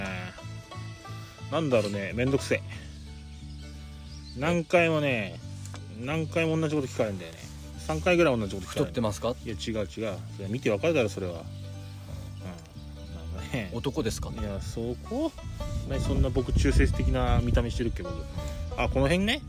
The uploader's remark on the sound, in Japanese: 久しぶりに空き地にての収録！収録中に予約を取ることに。。。